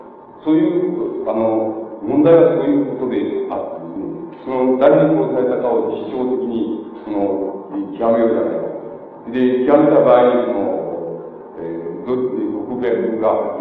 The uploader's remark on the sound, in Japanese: 場所：岐阜大学。明治大学駿台祭での講演。音源は客席から録音されたもので 音質はあまりよくない。